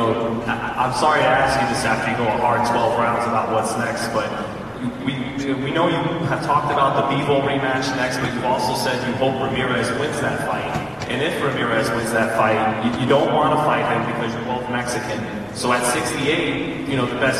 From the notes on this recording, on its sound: Post Fight Press Conference.